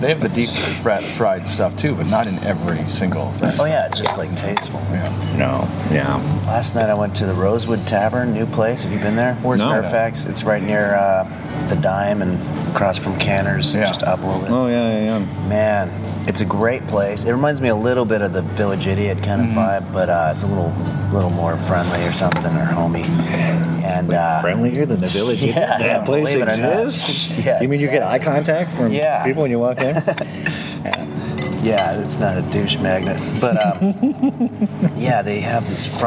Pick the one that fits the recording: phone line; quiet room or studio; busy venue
busy venue